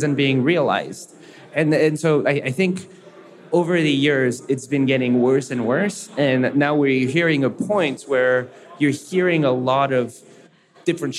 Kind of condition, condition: setting, busy venue